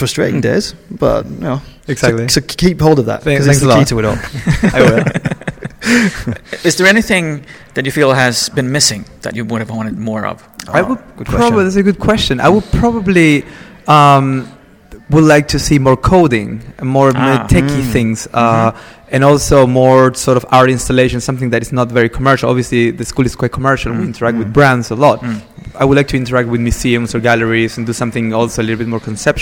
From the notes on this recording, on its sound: Recorded at Web Service Award 2013 in Stockholm, Sweden.